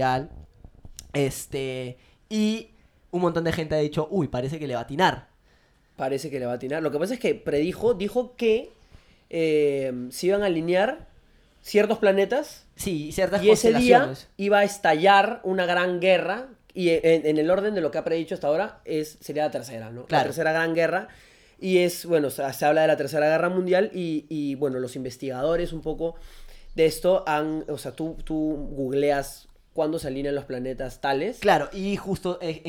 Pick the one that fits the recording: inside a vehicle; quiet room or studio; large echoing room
quiet room or studio